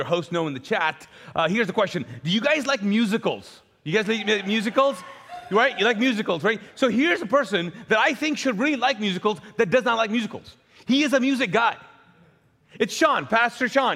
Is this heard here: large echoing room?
yes